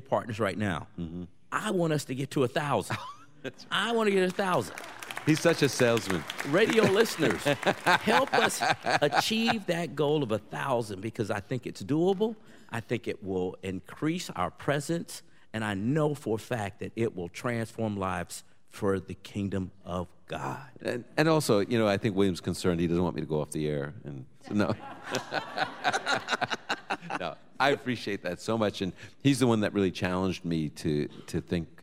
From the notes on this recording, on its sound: Live from Boca Raton, FL. Answers questions from our live audience.